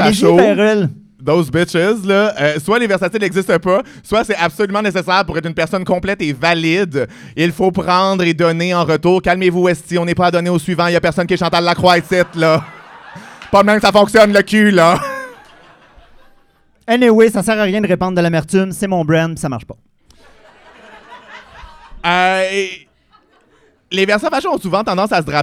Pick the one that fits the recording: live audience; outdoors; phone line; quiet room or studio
live audience